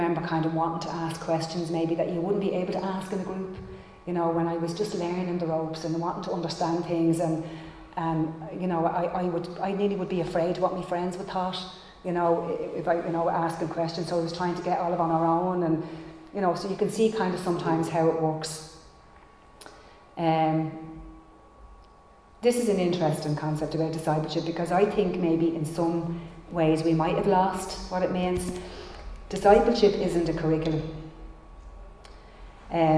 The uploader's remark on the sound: Recorded live in Liberty Church on 16 January 2022